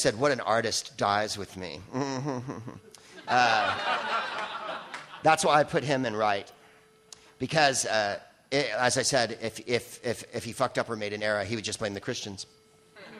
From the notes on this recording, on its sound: Live from the LA Podcast Festival